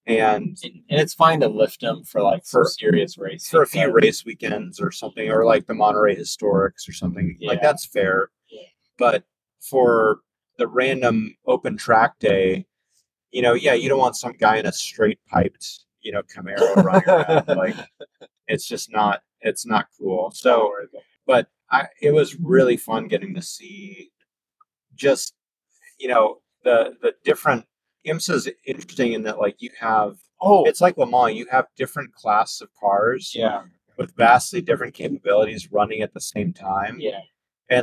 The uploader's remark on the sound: Taycan on the way back from the IMSA race at Road America